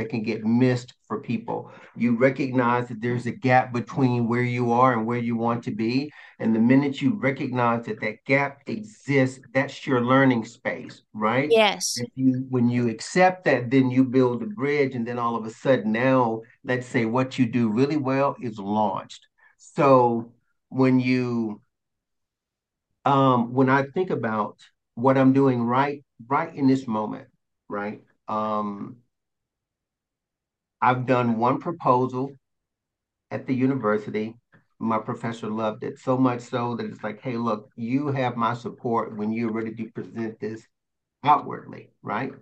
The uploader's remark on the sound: I decided to record our Zoom convo.